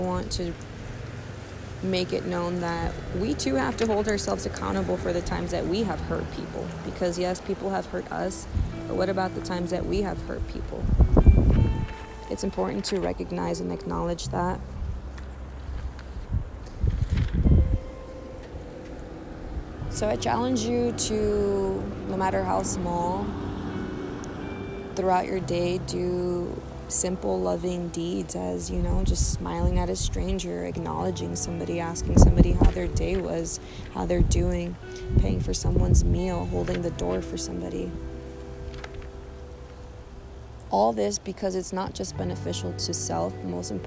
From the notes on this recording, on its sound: I do apologize for the wind, it definitely wanted to make itself known